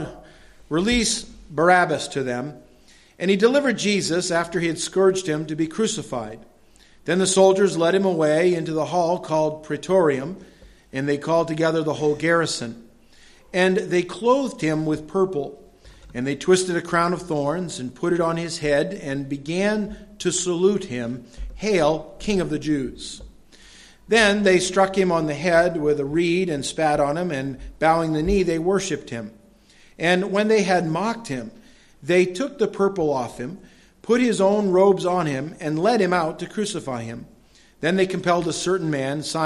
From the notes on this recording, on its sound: delivered at Madawaska Gospel Church